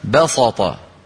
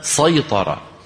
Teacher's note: لكن بعض القبائل العربية كانوا يفخمون هذه السين بسبب الطاء التي بعدها، فيقولون بسطة ويقولون سيطرة.